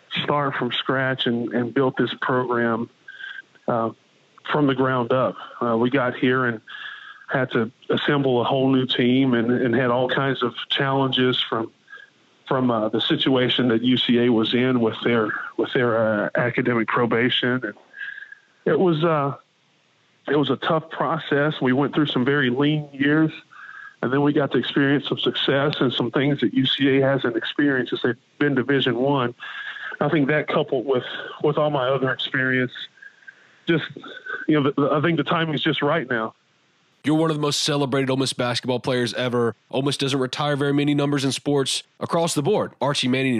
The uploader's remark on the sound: joined on the Modern Woodmen phone line